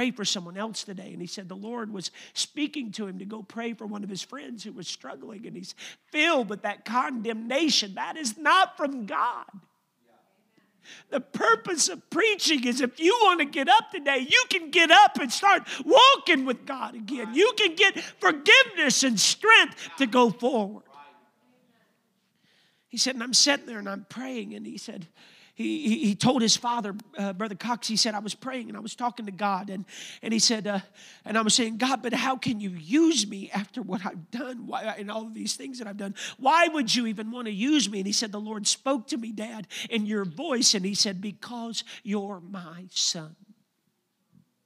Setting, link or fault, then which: setting, large echoing room